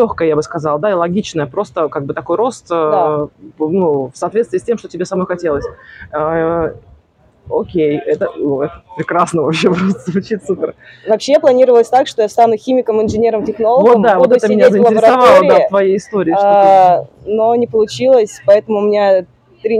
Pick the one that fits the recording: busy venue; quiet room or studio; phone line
busy venue